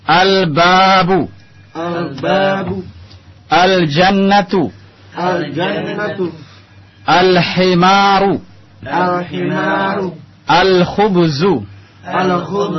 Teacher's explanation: Antum lihat di sini alif lamnya jelas terlihat. Lamnya tidak masuk ke dalam huruf setelahnya, tapi dibaca jelas. · Term: al-huruf al-qamariyah